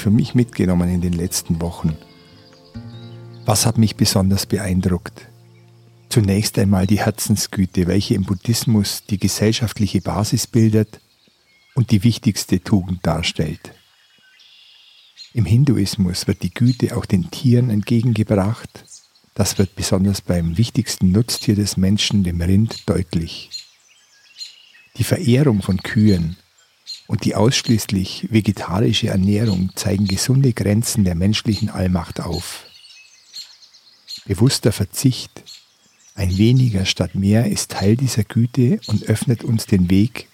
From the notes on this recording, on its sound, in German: In dieser Folge hörst du eine Aufnahme vom Meer. Die hochwertige Audio-Aufnahmen, die ich in Indien gemacht habe umfasst das volle hörbare Klangspektrum.